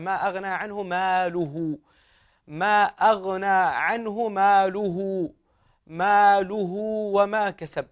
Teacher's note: عدم ضم اللام جيدا في قول الله سبحانه وتعالى: ما أغنى عنه ماله